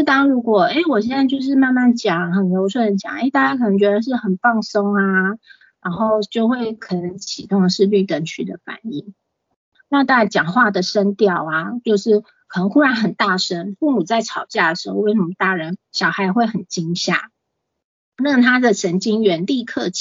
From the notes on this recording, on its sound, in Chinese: 此為線上課程錄音檔！